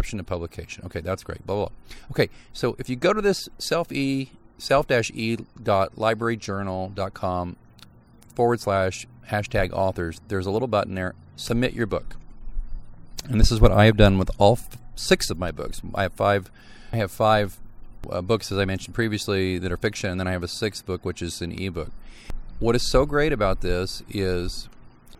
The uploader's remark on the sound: We beg your pardon for the "lacking" sound quality of this episode, as it was recorded outside in the wind on a sunny day.